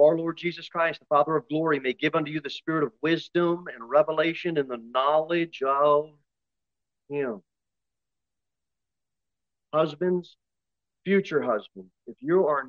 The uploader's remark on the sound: Sermon delivered at Pilgrim Baptist Church on Sunday, April 30, 2023, at 2:15 pm. Jere Whitson Rd.